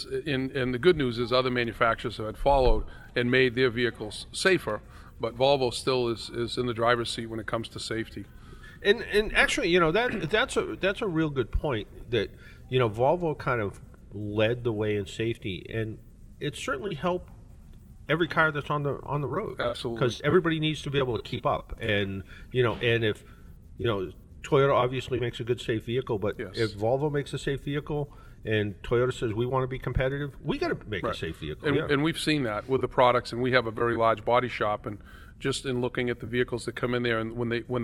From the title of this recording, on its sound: Live from a local Volvo dealership